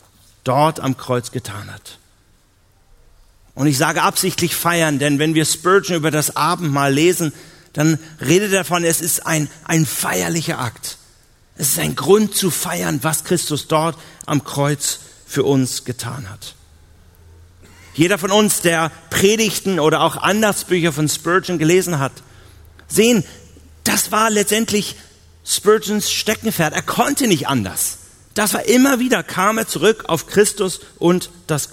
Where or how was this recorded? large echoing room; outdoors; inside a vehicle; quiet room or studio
large echoing room